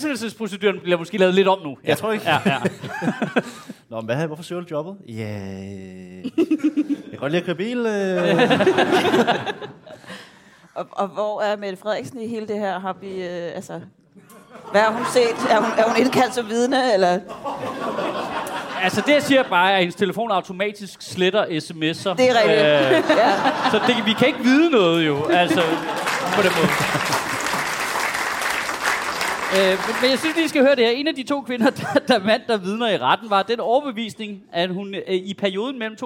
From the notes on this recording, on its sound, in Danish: Afsnittet er optaget live på Comedy Zoo